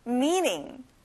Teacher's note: Me를 길게 발음해 주세요. 그리고 T 발음은 안 나요.